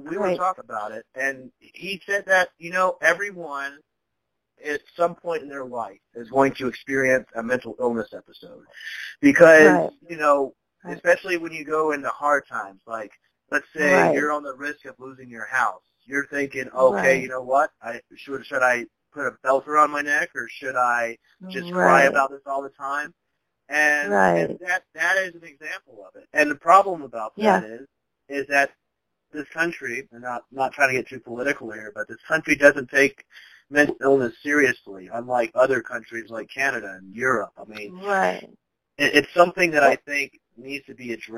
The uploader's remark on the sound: At the time, a phone interview via our usual ways was not permitted, so the conversation instead was recorded on the phone.